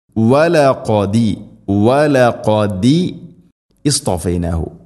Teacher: സ്വാദ് ഉച്ചരിക്കുന്ന സമയത്ത് നാവിൻ്റെ മധ്യഭാഗം അണ്ണാക്കിലേക്ക് ഉയർന്നു നിൽക്കണം.